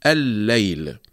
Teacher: أدغمنا اللام في اللام، أصلها الليل الليل، أدغمنا اللام الأولى في اللام الثانية وشددنا اللام الثانية فأصبحت الليل. · Term: إدغام المتماثلين